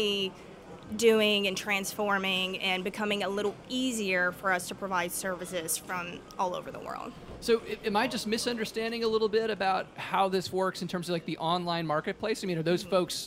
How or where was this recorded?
busy venue